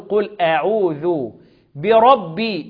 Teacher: الباء مكسورة والباء مرققة، لكن الراء مفخمة